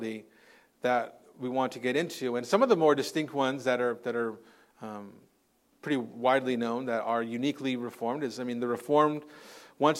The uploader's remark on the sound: Recorded on Sunday, January 14th, 2024 at Living Hope Orthodox Presbyterian Church (OPC) in Cerritos, CA.